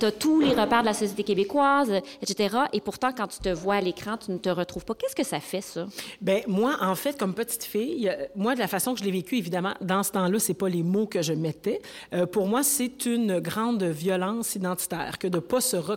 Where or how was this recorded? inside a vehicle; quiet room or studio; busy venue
busy venue